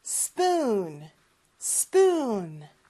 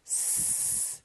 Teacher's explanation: 그러면 spoon, spoon, spoon 이렇게 많이 연습한 다음에 앞에 s 발음만 살짝 붙여주는 건데 이게 우리의 스하고는 조금 달라요. 스는 아예 목구멍에서 소리가 나잖아요. 그런데 S 발음은 안 나요. 요 입 앞에서 바람 소리예요.